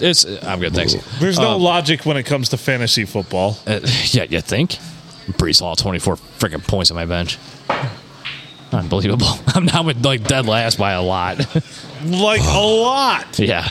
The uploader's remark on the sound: Recorded at the Stumble in Minden.